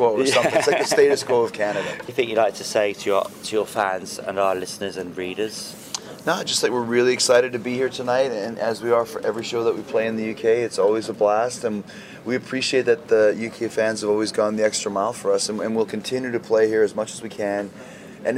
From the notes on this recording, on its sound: recorded at Hard Rock Hell